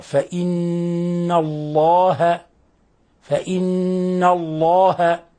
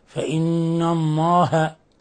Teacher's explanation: لابد من إظهار اللام وعدم إدخال نون عليها · Shown in: first take